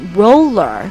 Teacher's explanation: Roll 和 her 可以做连读，并且把 her 前面的那个 H 的那个辅音啊，把它省掉